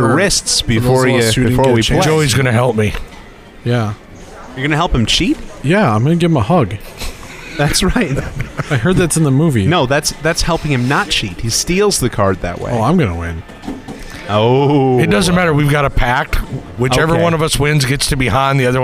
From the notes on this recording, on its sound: Live from LincCon 2018. The guys returned to Merrill, WI for the annual LincCon event, and this time they brought the microphones!